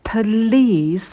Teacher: А на звуке «п» добавляем придыхание.